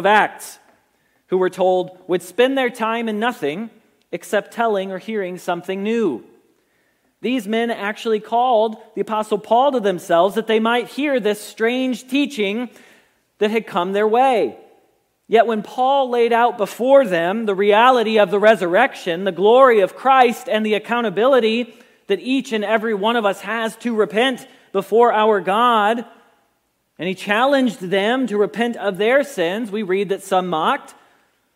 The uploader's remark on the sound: Message Preached at Valley Creek Church